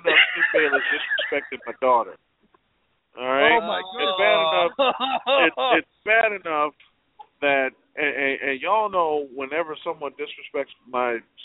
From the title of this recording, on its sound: Your Phone Calls